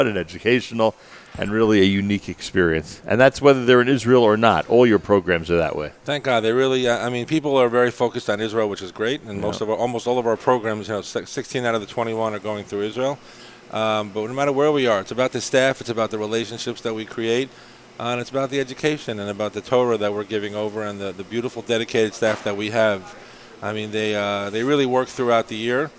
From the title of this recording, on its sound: Live from Gotta Getta Bagel in Woodmere, NY